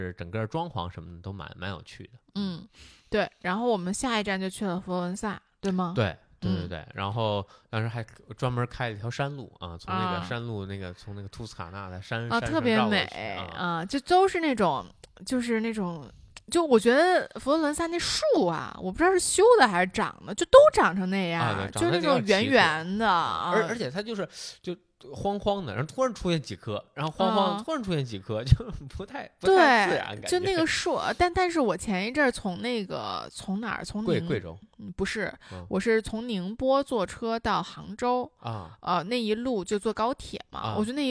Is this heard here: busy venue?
no